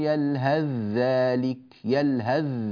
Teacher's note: فالثاء ذهبت وصار النطق بذال واحدة مشددة · Term: بذال خالصة